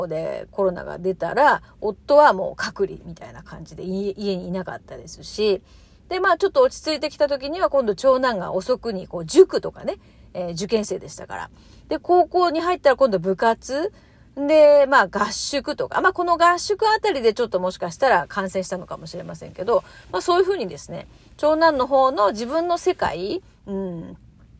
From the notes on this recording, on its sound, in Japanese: 次男からの電話で途中で終わってるトーク。車の中で収録してたら次男から電話きて。途中でトーク強制終了になりました。